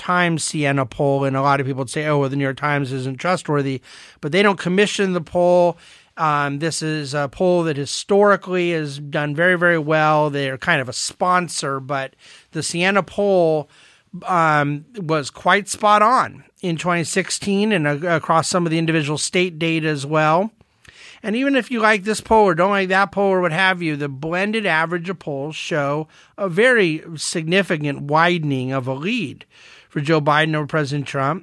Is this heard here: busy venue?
no